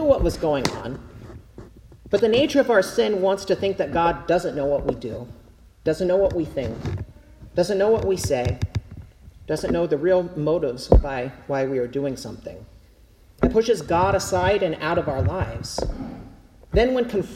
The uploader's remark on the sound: Preached at Zion Lutheran Church in Winter Garden, FL